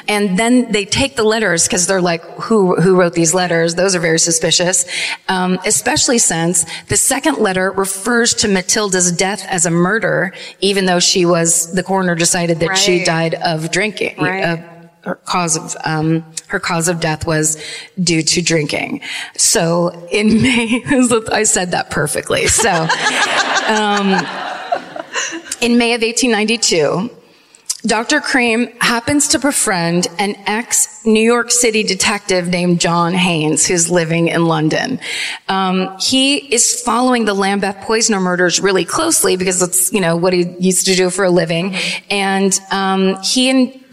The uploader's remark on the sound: Live at the Hammersmith Apollo in London